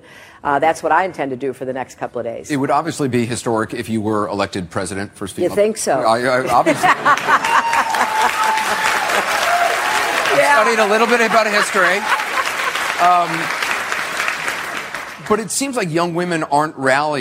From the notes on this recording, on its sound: a CNN Democratic town hall in Des Moines, Iowa